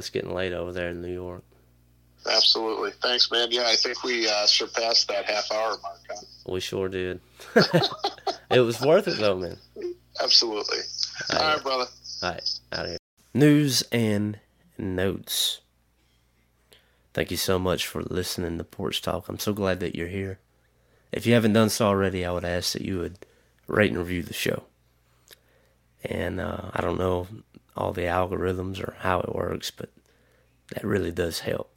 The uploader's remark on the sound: burnt the phones lines down